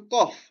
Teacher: Le kof, ça vient vraiment de la gorge.